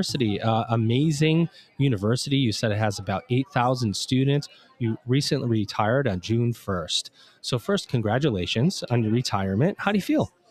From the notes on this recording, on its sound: Recorded LIVE & in person from the Middle States Commission on Higher Education (MSCHE) 2023 Annual Conference, in Philadelphia, PA.